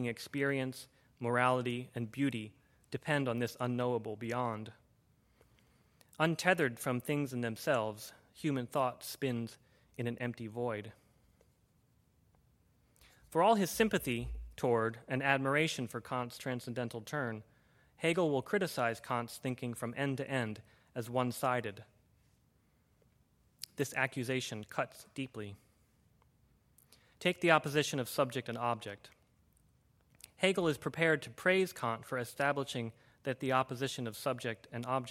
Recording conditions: large echoing room